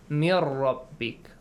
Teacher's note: Join them. Actually, you merge Noon to Ra. So when you do it, Noon changes to Ra.